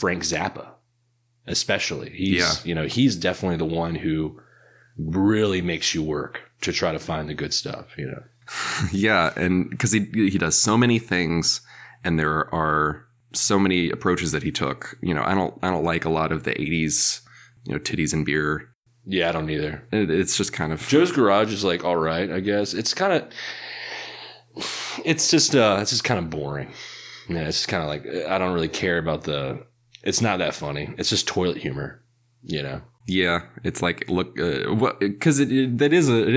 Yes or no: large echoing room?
no